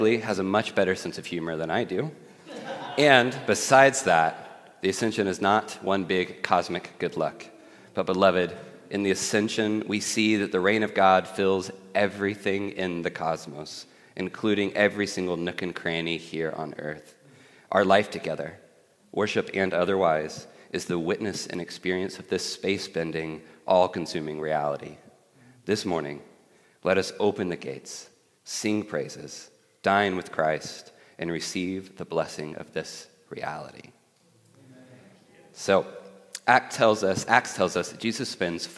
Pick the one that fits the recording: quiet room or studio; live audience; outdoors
live audience